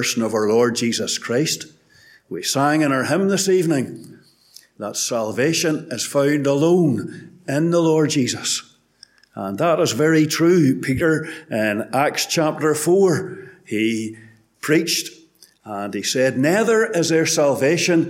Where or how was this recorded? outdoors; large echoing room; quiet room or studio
large echoing room